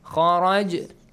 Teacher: Now, وَمِنْ حَيْثُ خَرَجْتَ جِيم and خَا رَا، heavy letters, and جِيم is ساكن قلقلة. Produce an echoing sound. خَرَجْتَ. This is a weak قَلْقَلَة.